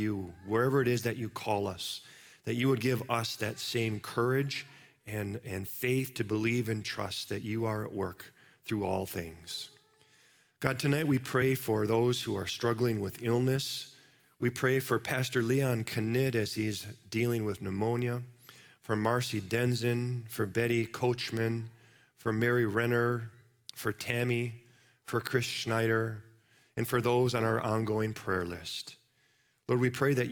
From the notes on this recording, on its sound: Live from our Celebration Ministry Center